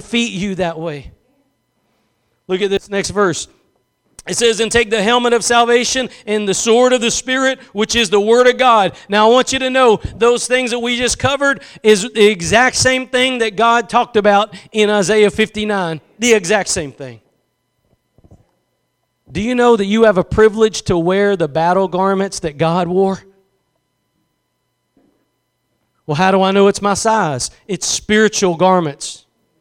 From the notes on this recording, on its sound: Preached at Gospel Lighthouse in Bossier City, La.